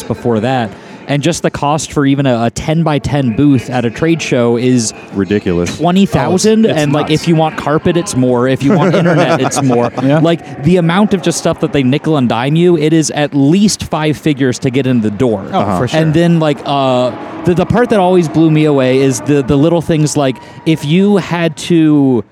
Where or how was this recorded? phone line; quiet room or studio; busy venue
busy venue